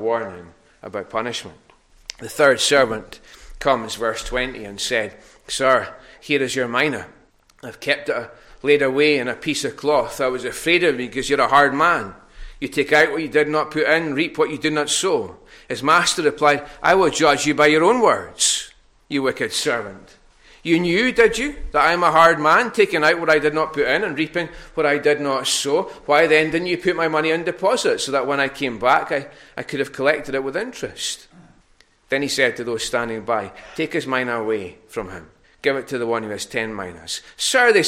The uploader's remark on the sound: recorded at North Harris Free Church on the morning of Sunday 20th March 2022